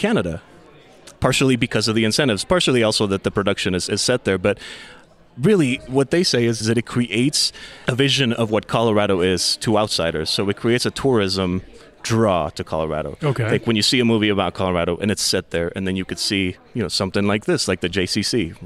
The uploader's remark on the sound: This episode was recorded on location at the Jewish Community Center during their Tzedakah 4 Kids fundraiser supporting the JCC’s ESL and summer programming.